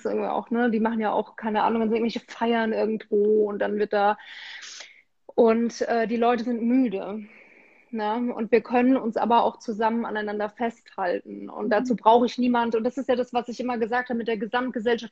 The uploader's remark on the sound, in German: Unser Gespräch wurde Ende Januar im Rahmen eines Instagram-Livevideos aufgezeichnet.